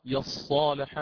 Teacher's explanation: ولكن الإمام نافع برويه يقرأ يصالح بتشديد الصاد، بتشديد الصاد